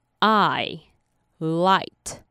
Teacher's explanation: 念 a 的时候不能用很平白的 a，发音位置呢要在口腔后面一点 · Term: 双母音 I